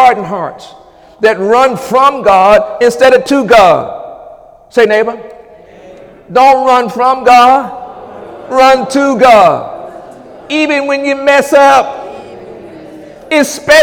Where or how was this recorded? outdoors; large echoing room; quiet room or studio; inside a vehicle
large echoing room